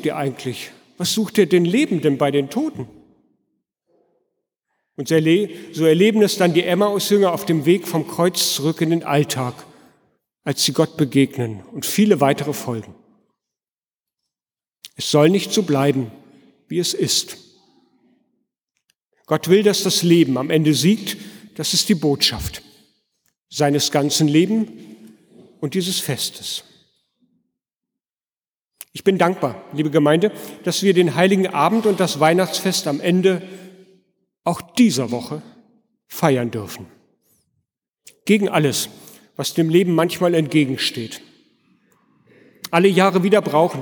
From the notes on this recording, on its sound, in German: Predigt gehalten in der Martin-Luther-Kirche in Detmold am Heiligen Abend 2016